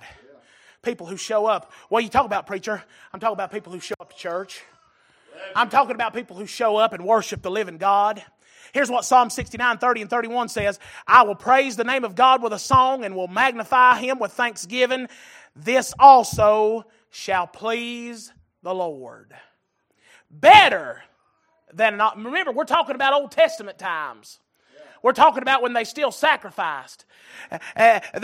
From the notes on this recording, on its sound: Recorded January 22, 2023 - Sunday Evening Service